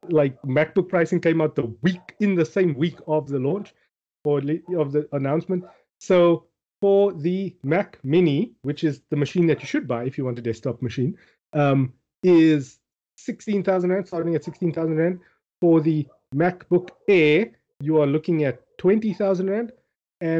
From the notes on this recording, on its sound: Recorded via Skype